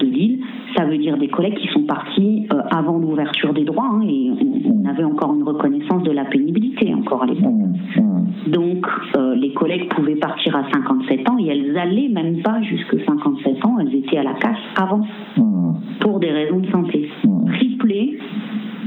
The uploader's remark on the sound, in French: Entretien téléphonique réalisé ce 18 avril